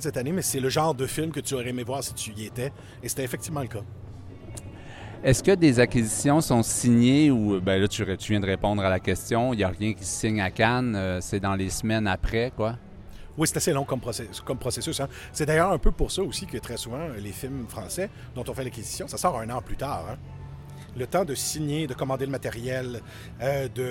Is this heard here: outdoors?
yes